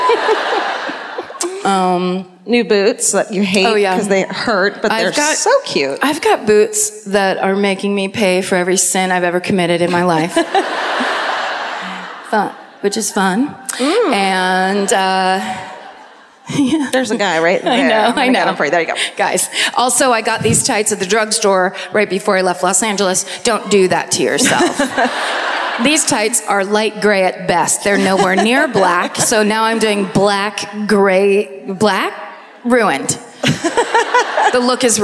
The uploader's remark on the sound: Live at the Queen Elizabeth Theatre in Vancouver